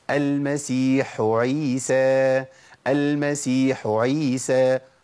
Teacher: انا طلعت الحاء لوحدها وبعد كده دخلت على مخرج الايه؟ العين